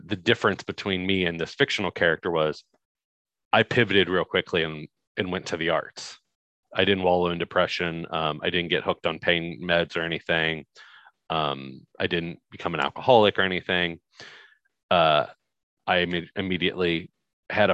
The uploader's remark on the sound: This is the original Zoom Audio.